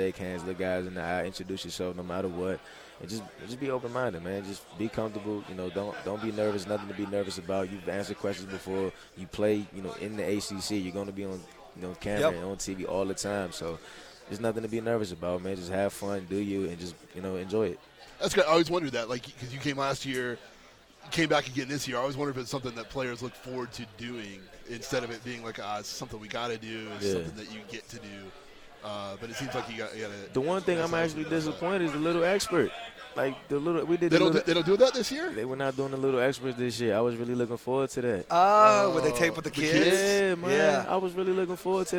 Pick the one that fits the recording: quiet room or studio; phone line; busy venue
busy venue